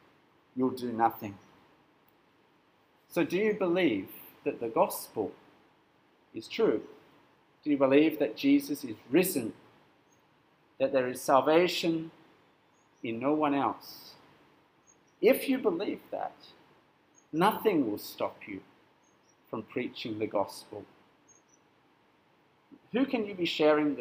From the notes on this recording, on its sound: This sermon was preached at St Nicholas Home on 22nd April 2022.